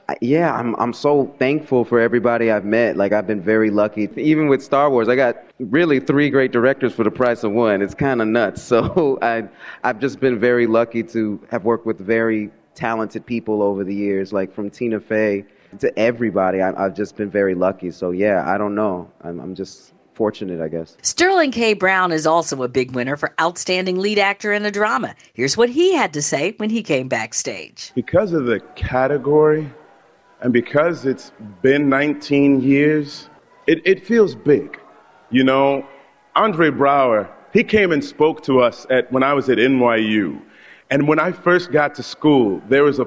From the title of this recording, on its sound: Back Stage At The EMMY Awards